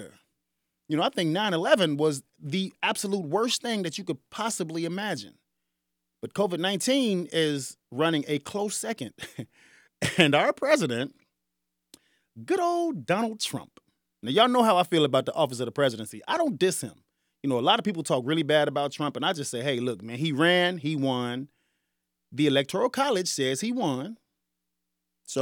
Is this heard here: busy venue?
no